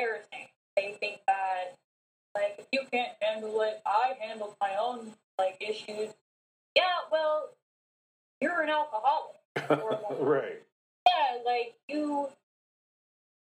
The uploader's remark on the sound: Sorry still working on audio quality.